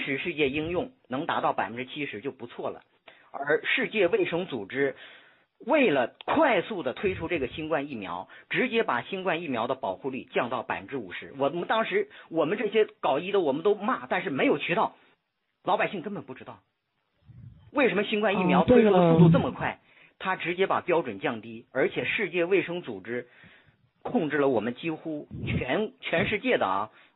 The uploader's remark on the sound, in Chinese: 電話錄音